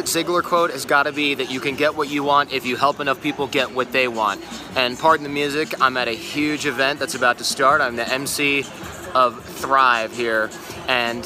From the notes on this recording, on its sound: on stage at a live event he was MCing in Las Vegas